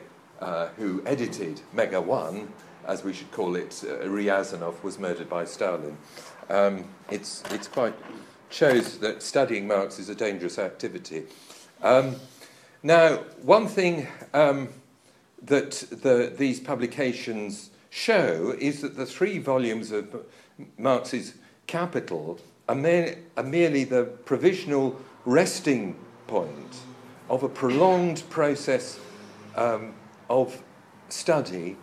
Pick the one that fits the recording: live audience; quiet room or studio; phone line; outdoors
live audience